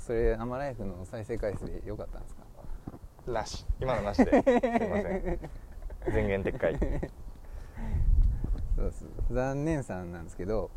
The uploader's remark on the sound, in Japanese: 大物公園収録の後編です！